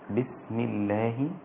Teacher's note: سكن السين مع الهمس